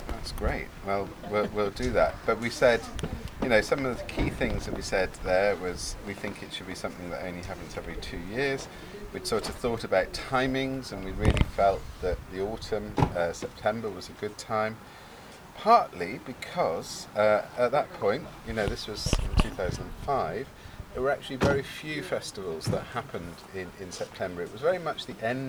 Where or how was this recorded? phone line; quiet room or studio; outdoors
outdoors